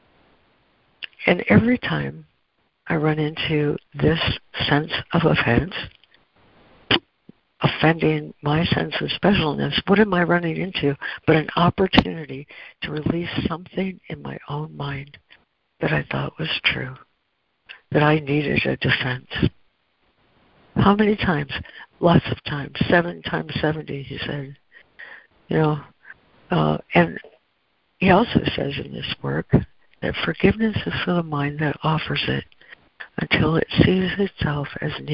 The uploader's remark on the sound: ACIM Daily Conference Call